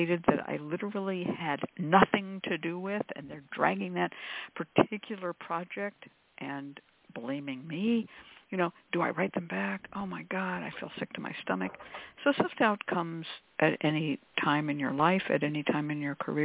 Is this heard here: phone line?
yes